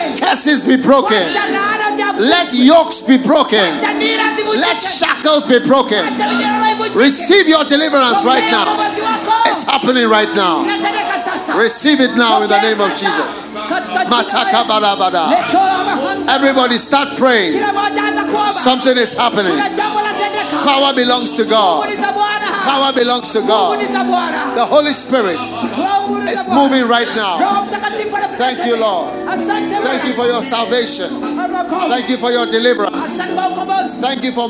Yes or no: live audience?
yes